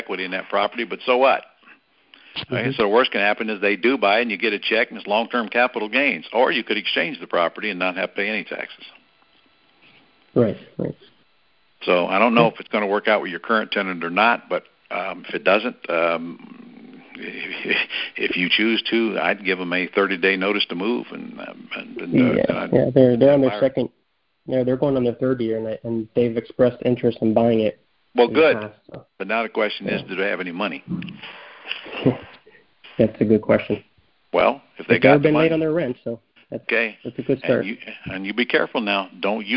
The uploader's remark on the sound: Gold Club Q&A Call